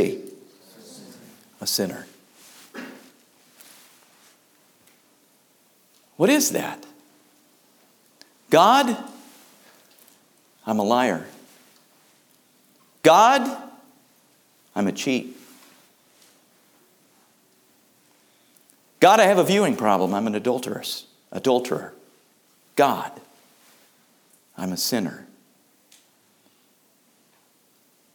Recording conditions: large echoing room